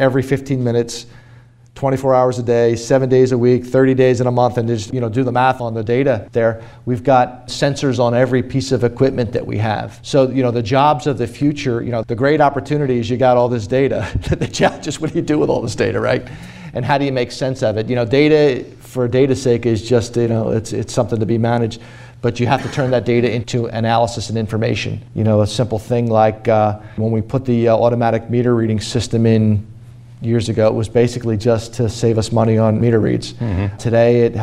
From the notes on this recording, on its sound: In front of a live studio audience at PECO’s headquarters in Philadelphia.